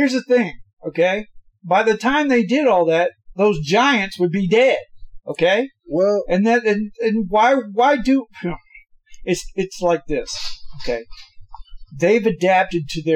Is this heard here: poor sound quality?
yes